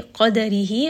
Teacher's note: حق، قاف is going to be heavy, قدره، قاف is going to be heavy, دال has قلقلة because it is قطب جد